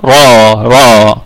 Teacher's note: هذه الراء ستكون لكل القراء مفخمة، لكل القراء مفخمة، لأنه ليس هناك سبب للترقيق.